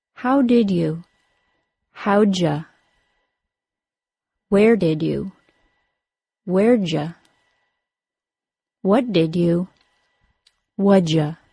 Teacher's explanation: When the D sound is followed by the Y sound, the two sounds combine into a single J sound. In addition to the assimilation, the word you is reduced to ya because it is a function word.